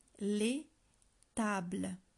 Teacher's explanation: as the plural S is silent in French, unlike in English. So, the article les lets us know that we are talking about more than one table.